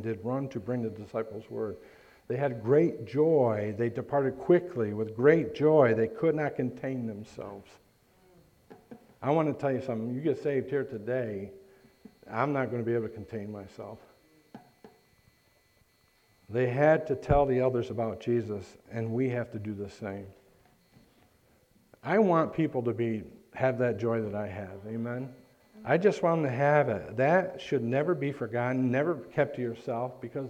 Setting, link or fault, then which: setting, large echoing room